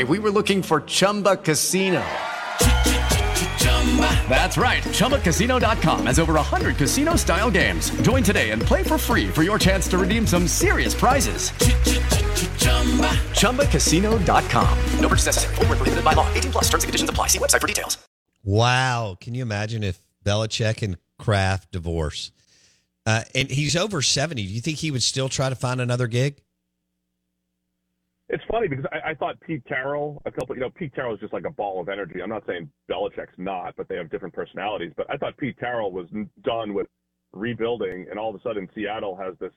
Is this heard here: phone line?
yes